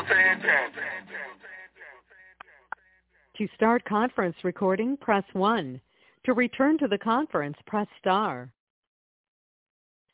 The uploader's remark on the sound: TNTSuperfantastic Conference Call